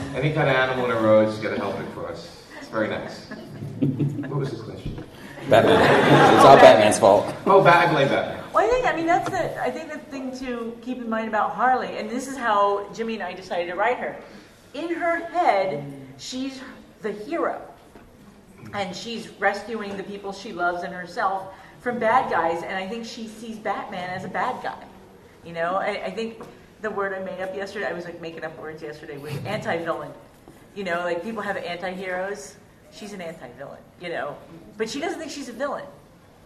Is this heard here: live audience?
yes